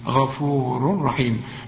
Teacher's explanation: لما تلاقي تنوين غفور وبعد راء ما تغنش، العلماء بيسموه ادغام كامل بدون غنة